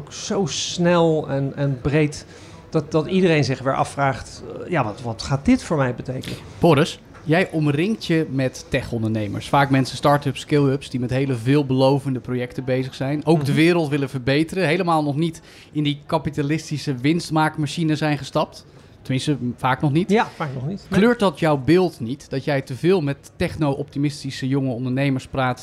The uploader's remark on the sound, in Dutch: Live vanaf TNW. Live vanaf TNW.